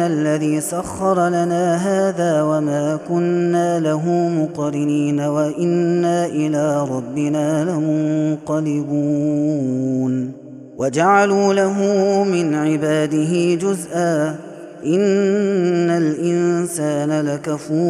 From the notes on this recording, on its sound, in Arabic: هذا التسجيل من صلاة التراويح